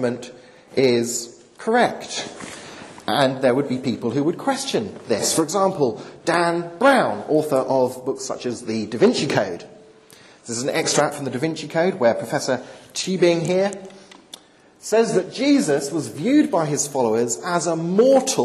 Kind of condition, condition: setting, large echoing room